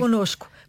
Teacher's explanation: Tem uma função nasal e o segundo N é mesmo uma consoante lida.